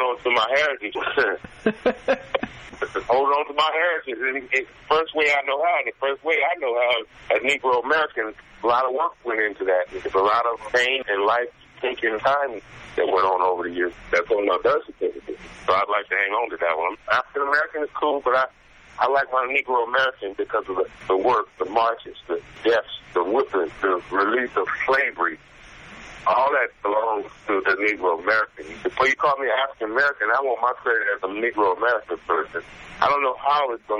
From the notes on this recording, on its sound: By Phone. At home in Southern California. Digital recorder.